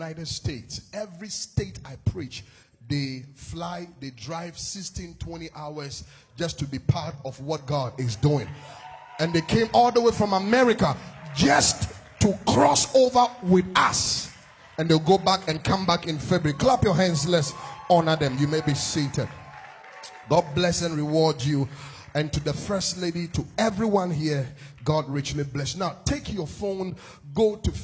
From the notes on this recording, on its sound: This message was preached in 2019 at the Destiny Empowerment Chapel International.